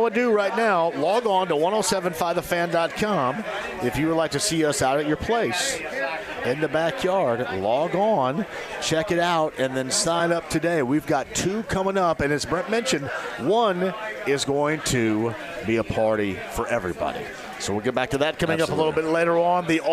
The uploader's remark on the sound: Live From The Rook